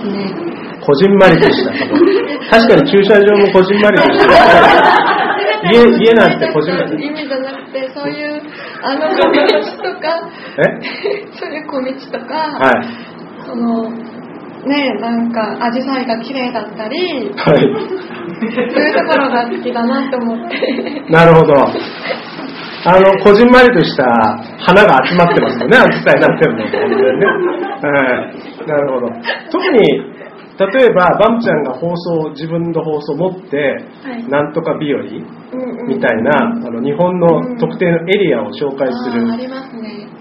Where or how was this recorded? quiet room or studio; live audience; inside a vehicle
live audience